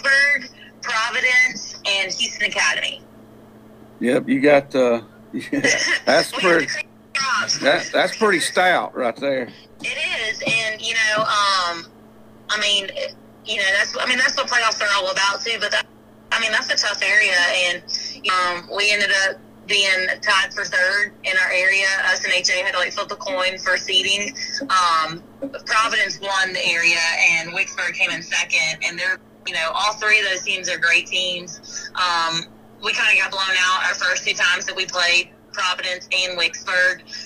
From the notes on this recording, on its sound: will join us by phone.